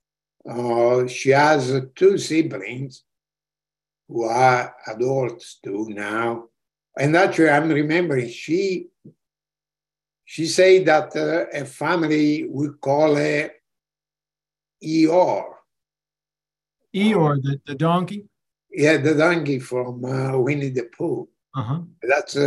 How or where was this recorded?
video call